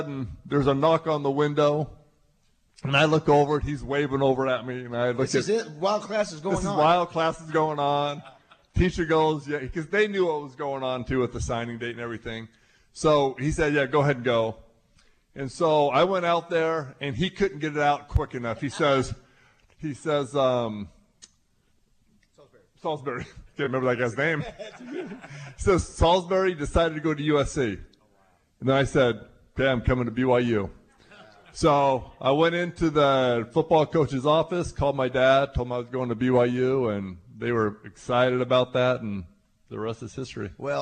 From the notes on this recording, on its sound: Live from the Little Rock TD Club.